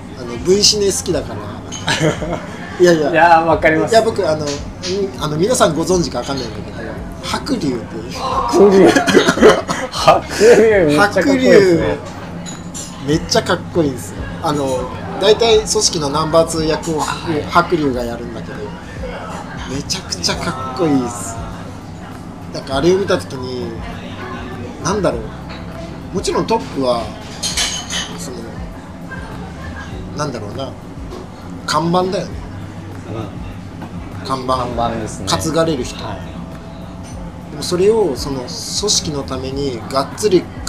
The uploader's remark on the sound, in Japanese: 焼肉屋さんで突然の収録で騒がしいですが、そんな場だからこその熱い談義になりました。